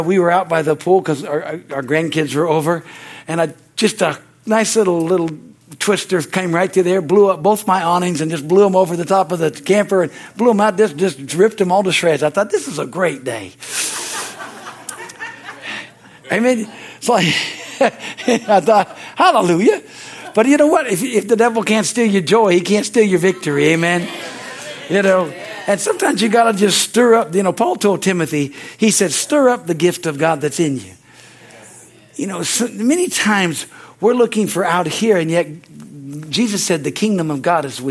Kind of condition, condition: setting, large echoing room